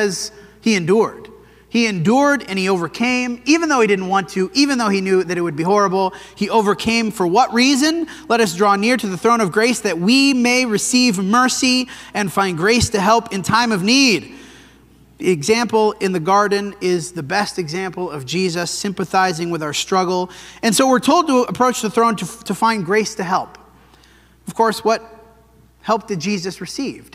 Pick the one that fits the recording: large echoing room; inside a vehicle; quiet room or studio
large echoing room